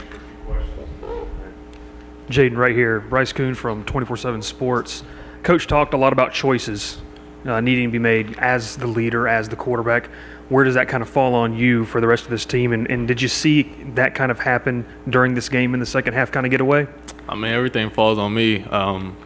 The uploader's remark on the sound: press conference